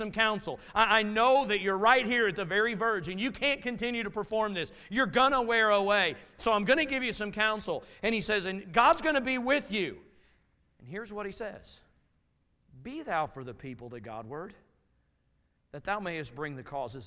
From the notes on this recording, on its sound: Message from Sunday evening service.